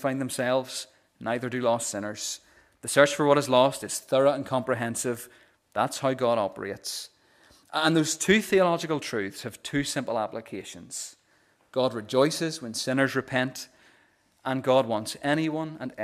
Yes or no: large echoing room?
yes